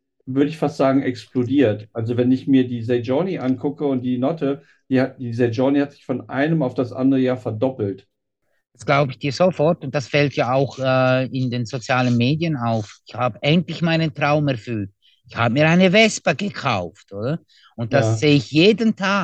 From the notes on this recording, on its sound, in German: Das Gespräch würde über Zoom geführt (was erstaunlich gut geklappt hat!), weil die Distanz zu Buchs in der Schweiz (liegt gegenüber von Liechtenstein) von Hannover doch ein bisschen weiter ist.